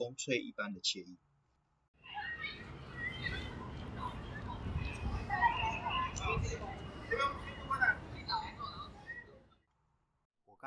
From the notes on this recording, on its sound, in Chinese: 首次嘗試戶外的「跟著聲音去旅行」，在室外部分會收到環境音，與環境音的播放。因為環境因素加上收音器材並沒有特別好，所以音質部分請見諒。另外有部分旁白是室內錄的。